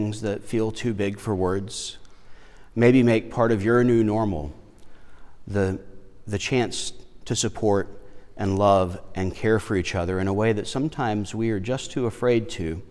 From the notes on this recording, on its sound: Lutheran Church of Our Redeemer, Foxboro